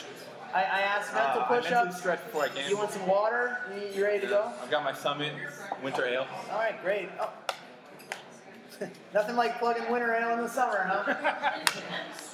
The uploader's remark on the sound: first ever live podcast as they MC the 2016 Kit Launch